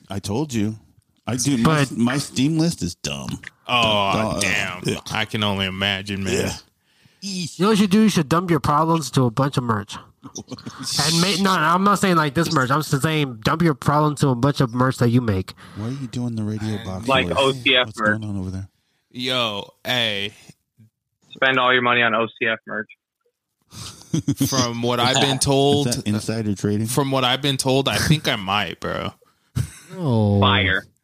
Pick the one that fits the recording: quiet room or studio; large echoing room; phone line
phone line